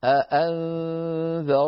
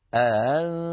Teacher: الأولى محققة ولكن الثانية لا ينغلق الوتران عندها تماما · Shown in: second take · أأنذرتهم، فيتخلصون من ثقل اجتماع الهمزتين بتسهيل الثانية.